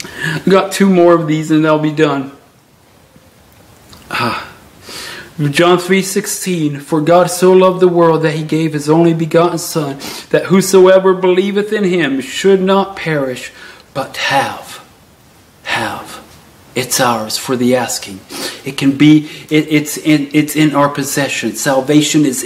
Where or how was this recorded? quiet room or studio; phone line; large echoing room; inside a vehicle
large echoing room